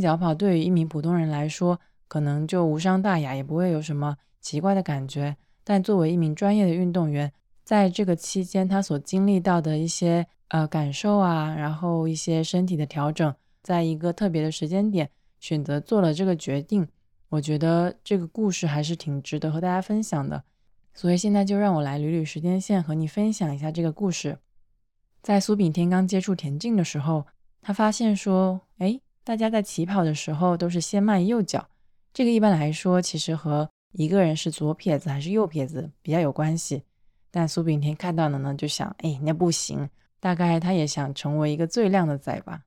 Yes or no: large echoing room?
no